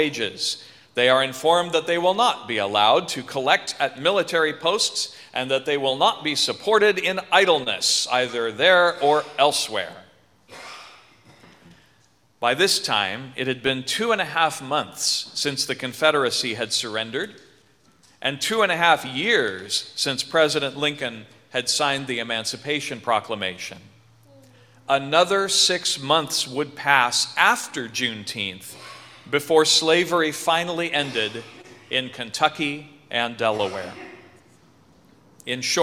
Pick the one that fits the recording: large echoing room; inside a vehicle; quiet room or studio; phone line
large echoing room